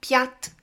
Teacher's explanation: There are no soft consonants at the end of the word.